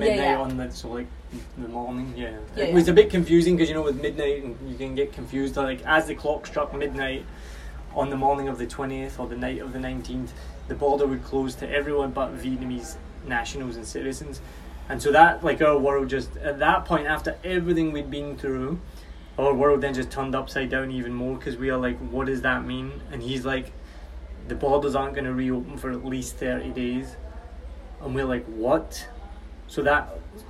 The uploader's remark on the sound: Direct from quarantine in Saigon. This was recorded on a phone recorder and I don't have a laptop for edits.